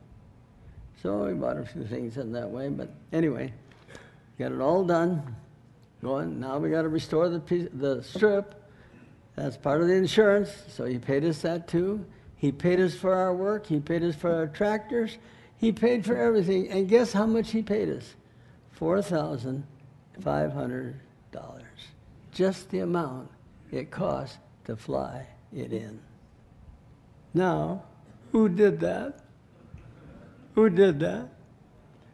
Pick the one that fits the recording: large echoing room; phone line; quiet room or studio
large echoing room